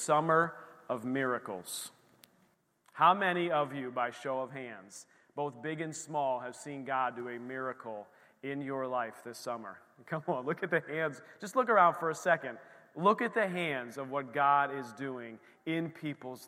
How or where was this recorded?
large echoing room